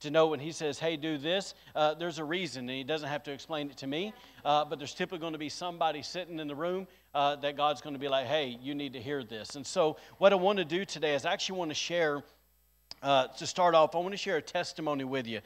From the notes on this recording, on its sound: recorded on Sunday, April 24th, 2022, during service at The Anchor Church in Rockport, Maine